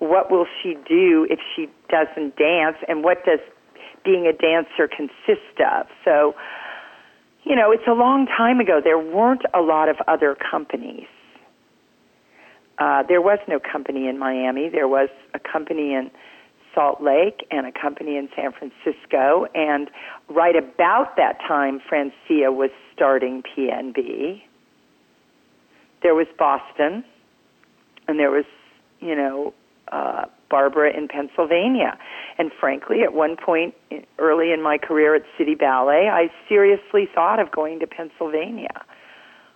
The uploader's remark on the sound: Frankly, I was a little nervous dialing the phone on this one.